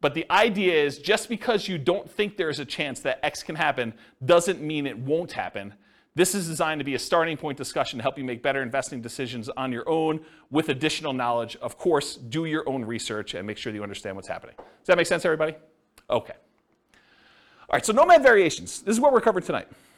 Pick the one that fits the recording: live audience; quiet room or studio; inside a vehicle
live audience